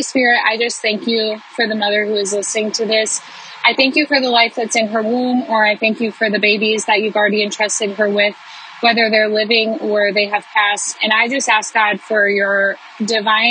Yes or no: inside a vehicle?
yes